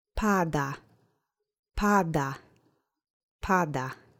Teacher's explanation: Let's say pada together. Accent is on the first syllable.